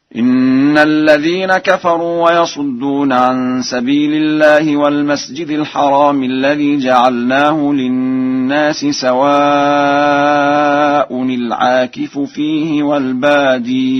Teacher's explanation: قرأ ورش سواء برفع الهمزة كما قرأ بإثبات الياء وصلا في لفظ الباد